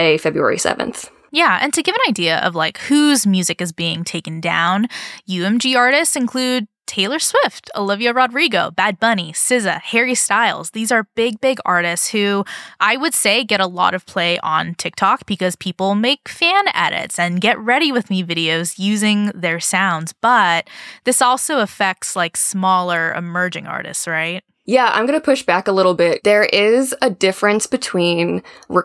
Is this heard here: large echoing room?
no